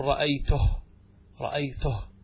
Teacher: حذفت صلتها ووقف على الهاء ساكنة